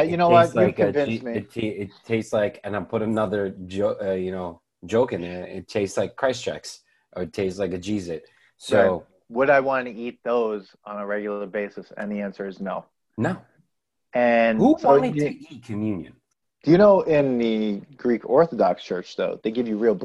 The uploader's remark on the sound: We recorded this on August 17th, 2020 on Zoom so there are some small sound discrepancies and tech issues